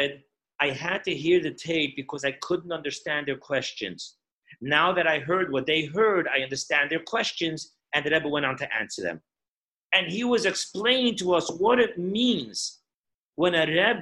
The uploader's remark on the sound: Zoom Parsha Class.